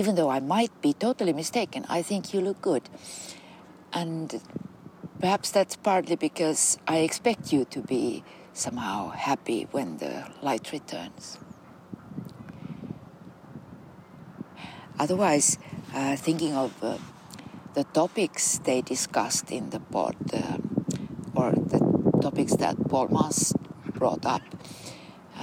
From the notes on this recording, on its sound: a series of conversations recorded with a pine tree in Kaivopuisto Park in Helsinki in 2023